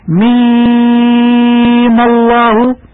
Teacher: بألف لفظ الجلالة فتحرك الميم الأخيرة بالفتح لالتقاء الساكنين ميم الله ويجوز فيها لجميع القراء المد الطويل ست حركات نظرا للأصل هكذا ميم الله والمد القصير حركتين اعتدادا بالفتحة العارضة ميم الله